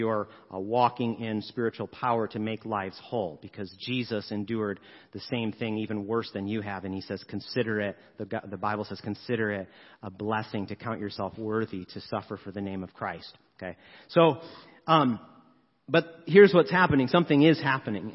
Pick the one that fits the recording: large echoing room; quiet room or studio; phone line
large echoing room